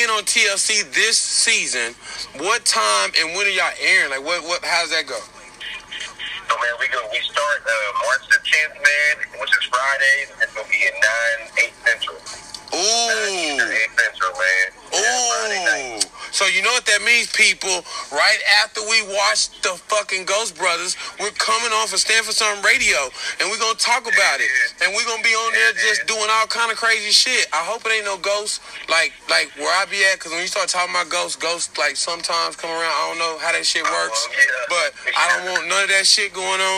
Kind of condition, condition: link, phone line